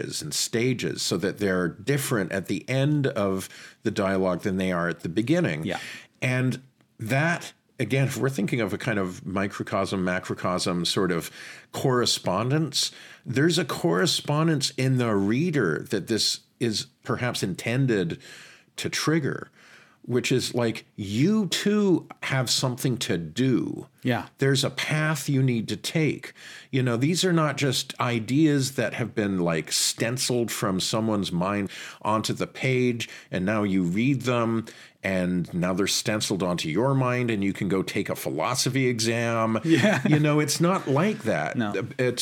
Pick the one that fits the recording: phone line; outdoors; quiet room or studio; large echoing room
quiet room or studio